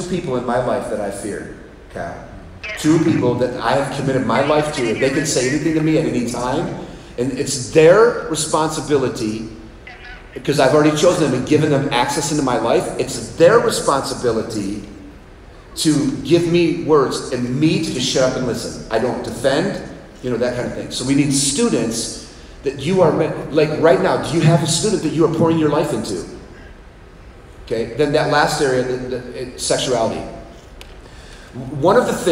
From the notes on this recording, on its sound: Live Audience At Texas Camp. We took a break at Camp in Texas and did a live podcast with 150 leaders.